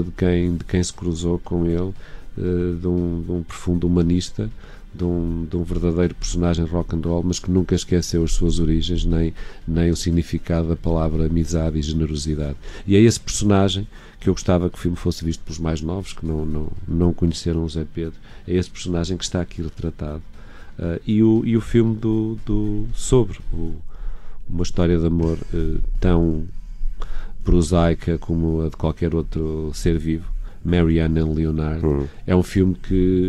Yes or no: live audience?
no